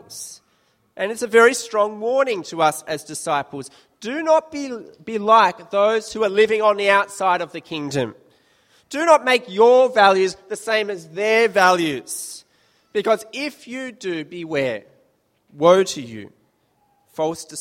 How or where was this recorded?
large echoing room